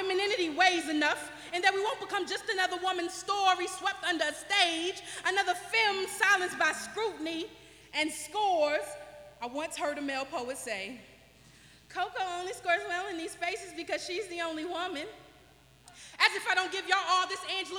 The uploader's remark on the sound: This was a live recording. At yellow Cab Tavern, 700 E. 4th St.